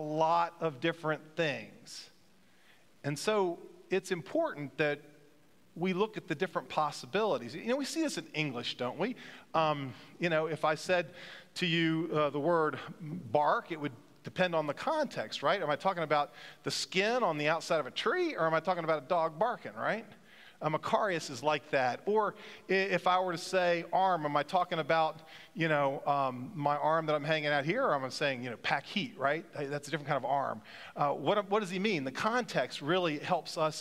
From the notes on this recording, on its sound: Pender UMC Contemporary Worship Sunday January 29, 2023 at 11:15 am